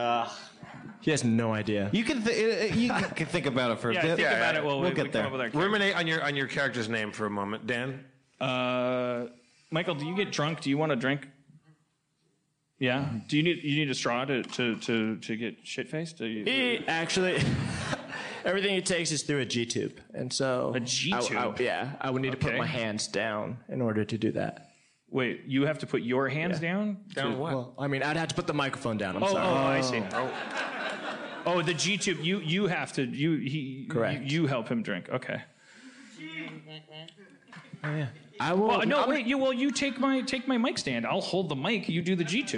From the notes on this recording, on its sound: LIVE From SF Sketchfest 2017.